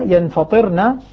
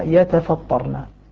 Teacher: بالنون مع تخفيف الطاء وكسرها ينفطرنا يقرؤونها كذا والباقون يقرؤونها يتفطرنا